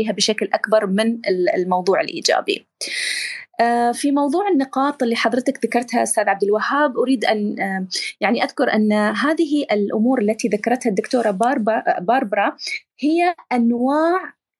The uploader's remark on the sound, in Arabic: تسجيل لمساحة ابن رشد الأسبوعية على منصة تويتر.